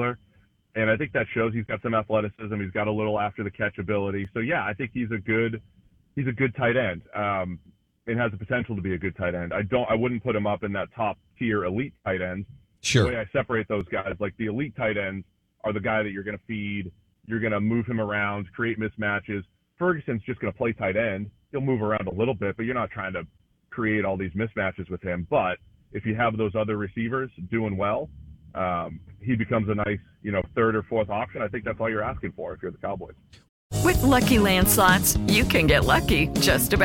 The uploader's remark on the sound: On the Farm Bureau guest line. Live in the BankPlus Studio.